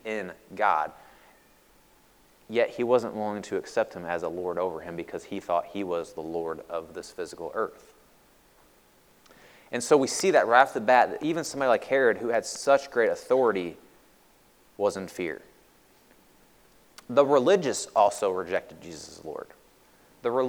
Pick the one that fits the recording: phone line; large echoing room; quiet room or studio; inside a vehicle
large echoing room